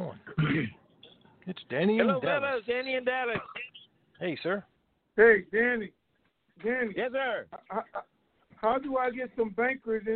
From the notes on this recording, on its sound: TNTSuperfantastic Conference Call